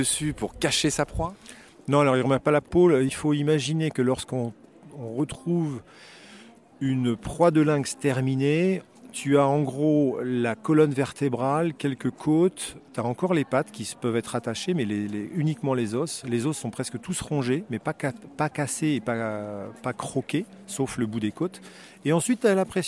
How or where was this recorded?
busy venue